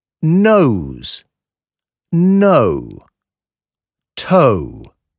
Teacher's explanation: Man spricht zuerst ein Schwa und dann direkt ein kurzes U.